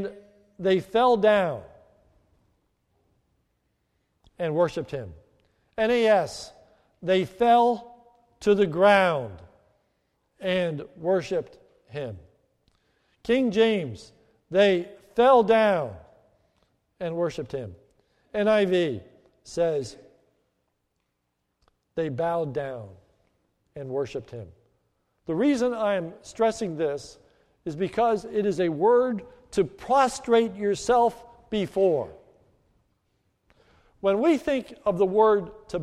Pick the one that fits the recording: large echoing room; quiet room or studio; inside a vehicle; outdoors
large echoing room